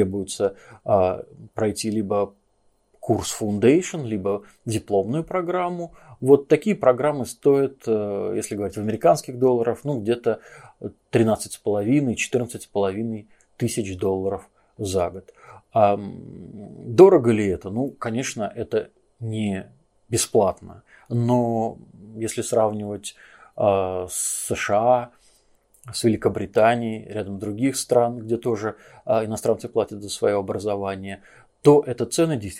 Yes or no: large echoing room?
no